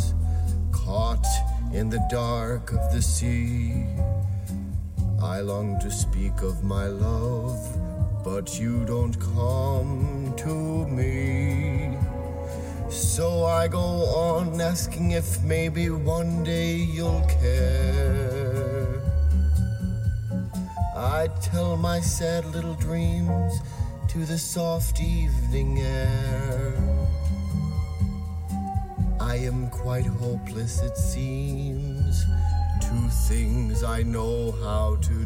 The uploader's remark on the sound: Vocals recorded after a long day driving in my car at 4am